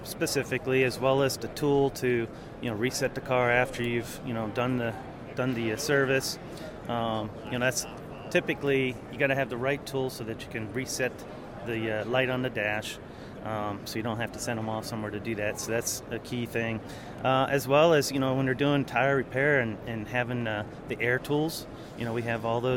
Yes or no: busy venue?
yes